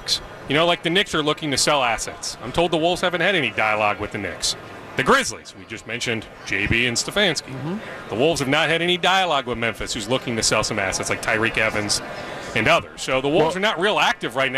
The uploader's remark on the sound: live from Radio Row all week